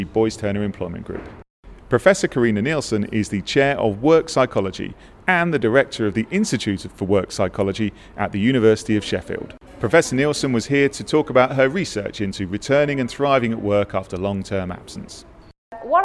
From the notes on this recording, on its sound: This podcast was recorded live from Boyes Turner’s HR Conference. In London.